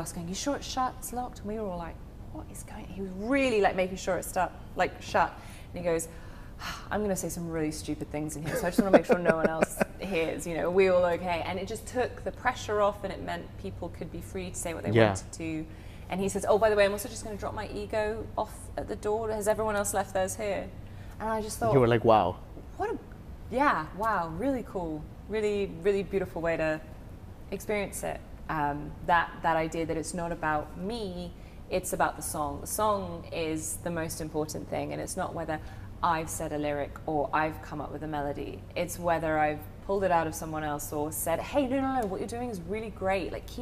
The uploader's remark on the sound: LIVE! From The Space at 100 Taylor